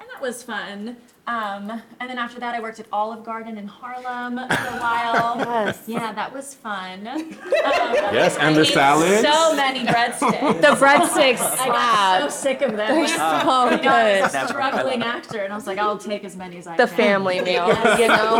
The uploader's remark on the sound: 2023 BroadwayCon Live Panel. Taped during a live panel at the 2023 BroadwayCon event on Friday, July 21.